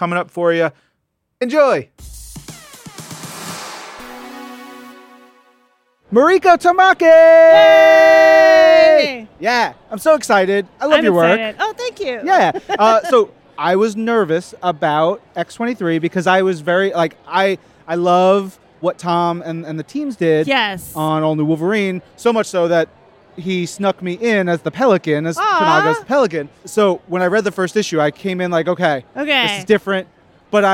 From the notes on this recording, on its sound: Marvel Creators LIVE! from SDCC 2018. Live the SDCC 2018 floor.